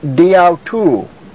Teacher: because the next word, autu, begins with a vowel, the vowel is deleted on D, dia, that is, and a mark is put there to show that it has been deleted.